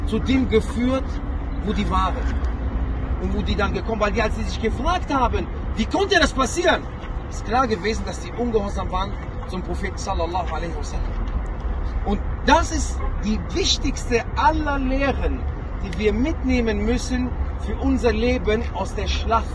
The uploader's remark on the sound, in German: Ein Vortrag bei der Umra 2022. Ein weiterer Vortrag aus der Umra, und direkt aus dem Berg von Uhud. Die Aufnahme ist diesmal etwas besser von der Qualität.